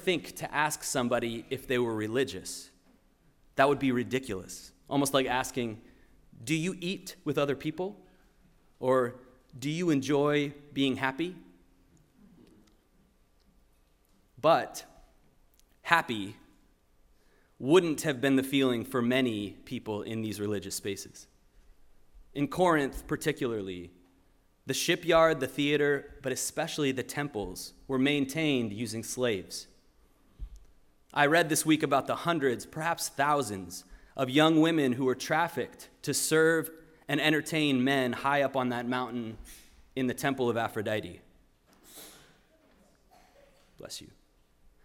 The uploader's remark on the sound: Sermon preached at RCHP